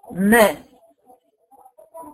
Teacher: يعني بيحصل تباعد للشفتين ويتصاعد الصوت لاعلى باتجاه الحركه · Term: ميم مفتوحه